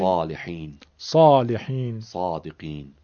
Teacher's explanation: حرف صاد عیناً مثل سین تلفظ میشه، فقط همراه سین صدا پرحجم و درش می شود. سین را با صدای درش بگیم میشه صاد.